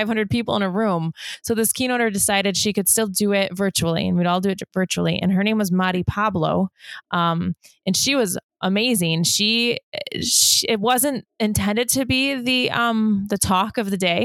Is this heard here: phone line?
no